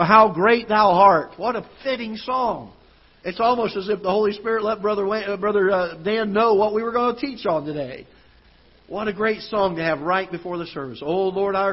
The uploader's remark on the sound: Ketha Heights Baptist Church ~ Live Broadcast